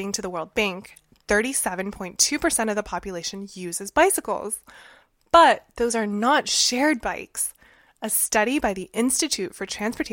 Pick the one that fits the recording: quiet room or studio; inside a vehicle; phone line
quiet room or studio